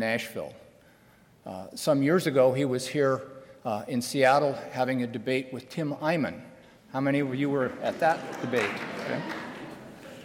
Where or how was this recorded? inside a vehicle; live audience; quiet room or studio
live audience